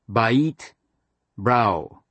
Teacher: two vowels pronounced in quick succession as if they were one · Term: diphthongs